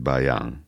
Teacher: Nem így írják le, hanem az A fölé tesznek egy ilyen kis hullámvonalat. De lényegében erről van szó, hogy ott a végének nazálisnak kell lenni. És akkor ez úgy hangzik, hogy Bahian.